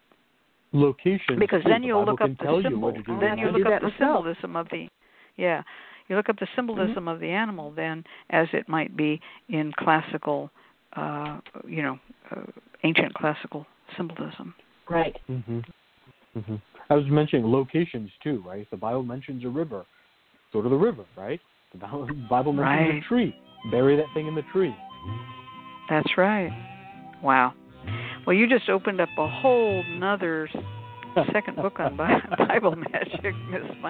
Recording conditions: phone line